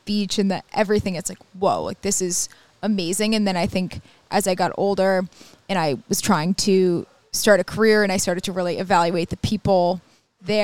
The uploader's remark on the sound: This week's episode was recorded live on tape from Prime at Saratoga National